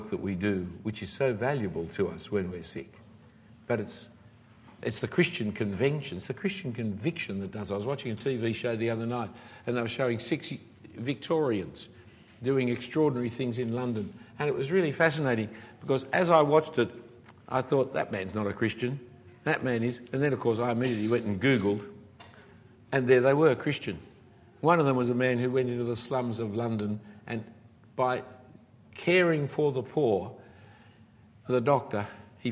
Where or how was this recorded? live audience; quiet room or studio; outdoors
live audience